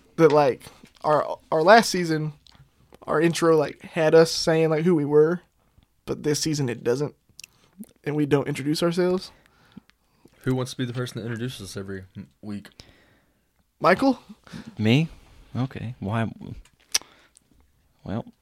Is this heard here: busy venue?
no